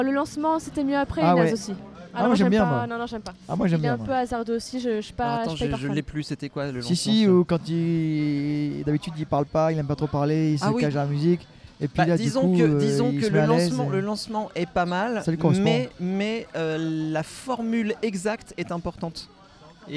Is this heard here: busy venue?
yes